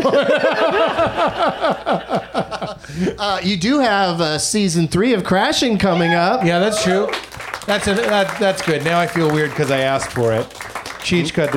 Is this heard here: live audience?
yes